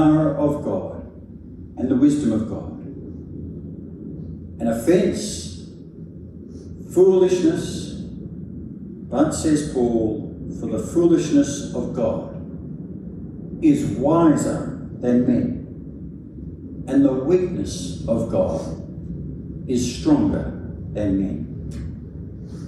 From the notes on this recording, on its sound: A sermon preached at St Stephen's Bellevue Hill on Good Friday 7th April 2023.